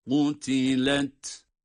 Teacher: sonda ta kendi sesiyle sükun sesiyle okunuyor, duyuruluyor tabii ki ta sesi.